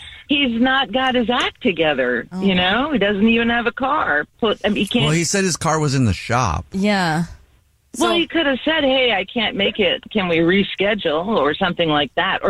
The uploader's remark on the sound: We get that other person on the phone to see why they're "ghosting".